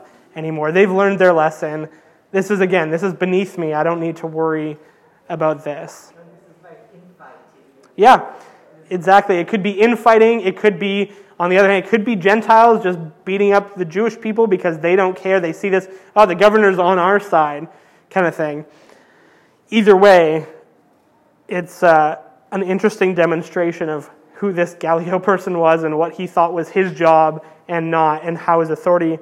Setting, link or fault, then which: setting, large echoing room